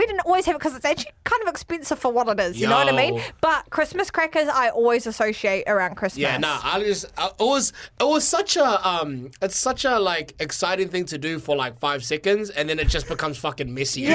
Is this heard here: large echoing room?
no